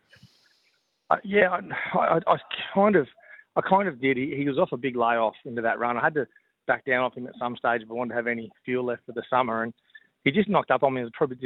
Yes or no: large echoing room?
no